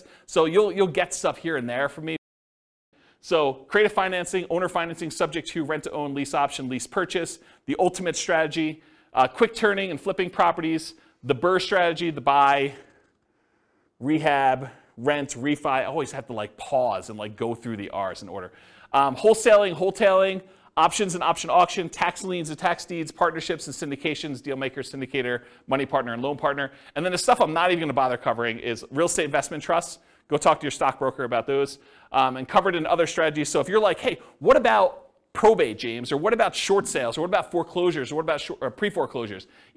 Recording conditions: live audience